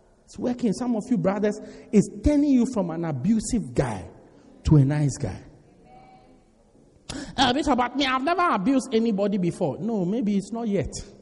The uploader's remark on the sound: Preached At Strong Christian Church-Durban, South Africa